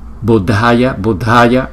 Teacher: chữ O là hai nhịp, còn hai chữ A này là một nhịp